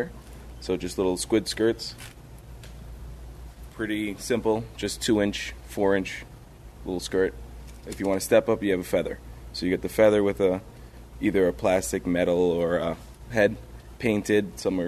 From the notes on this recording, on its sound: when I was given the chance to tour a vintage tugboat, I grabbed my microphone and jumped on board.